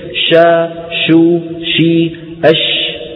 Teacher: للحرف صفات ذاتية يعني لا تفارقه مهما تغير وضعه، الشين فيها تفشي متى؟ مطلقا لا توجد شين من غير تفشي · Term: التفشي